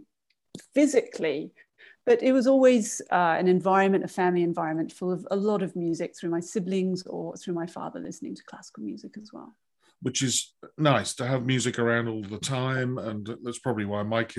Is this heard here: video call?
yes